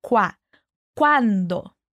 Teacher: cuida la pronunciación del cuá, que va a ser así, bien abierto